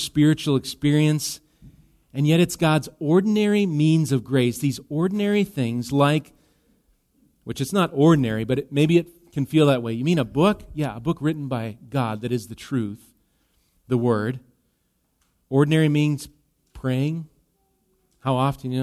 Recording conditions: large echoing room